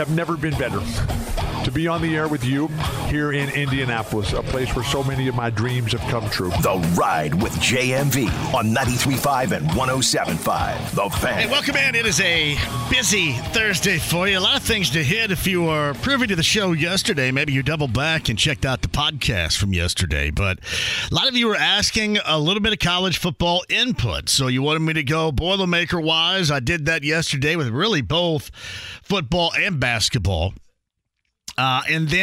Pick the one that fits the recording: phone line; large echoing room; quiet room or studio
phone line